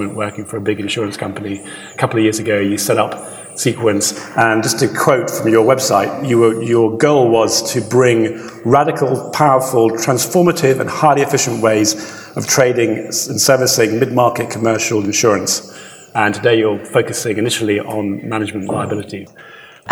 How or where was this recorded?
live audience